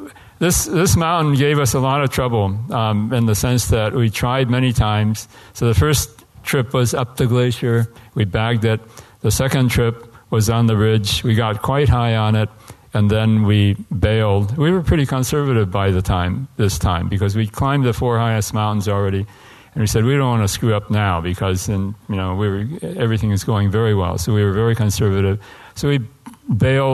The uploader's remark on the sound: This was recorded at the American Alpine Club's 2016 Annual Benefit Dinner presented by The North Face and REI.